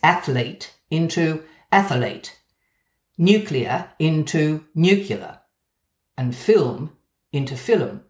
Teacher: With comfort in mind, English speakers sometimes stick in an extra schwa syllable to help bust up difficult consonant clusters